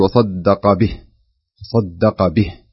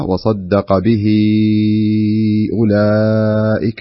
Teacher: أما في حالة الوقف فينتفي هذا الحكم الذي هو المد المنفصل، فنقف عليها هاء ساكنة · Shown in: first take · في كل موضعين.